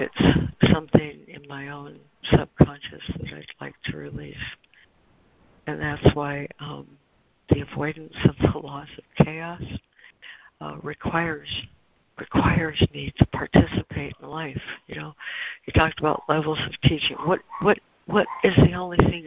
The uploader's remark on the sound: ACIM Daily Conference Call